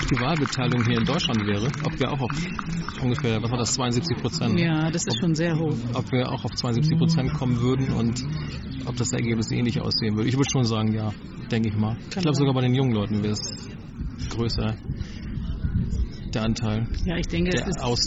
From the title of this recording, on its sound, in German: Gespräche beim MidSommerJazz Festival in Flensburg